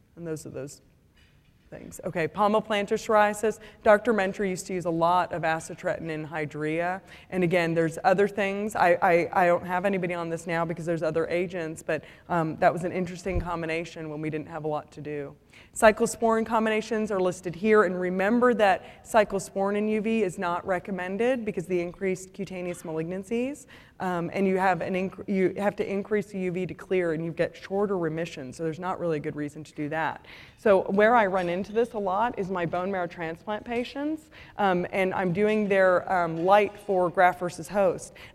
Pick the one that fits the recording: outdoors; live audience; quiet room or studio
live audience